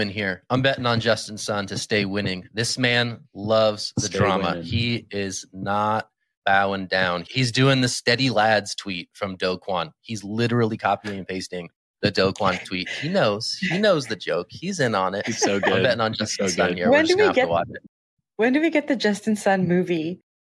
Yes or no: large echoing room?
no